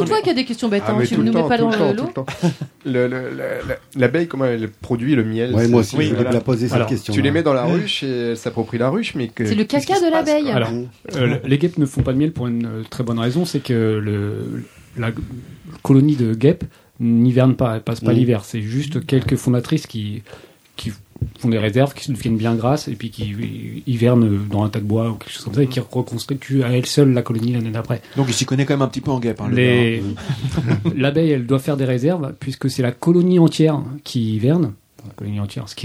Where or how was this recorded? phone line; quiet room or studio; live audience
quiet room or studio